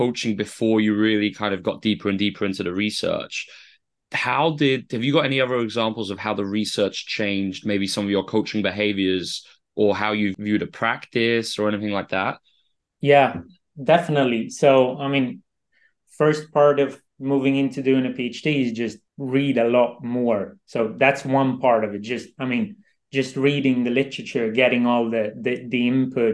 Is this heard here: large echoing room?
no